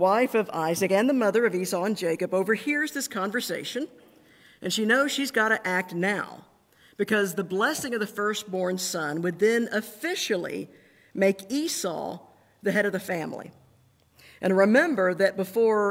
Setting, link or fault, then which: setting, large echoing room